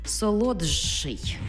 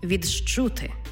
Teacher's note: Звуки «д», «т» перед шиплячими змінюються на шиплячі африкати. Тобто «д» плюс «ши», що у нас утворюється шляхом уподібнення «джи-ши».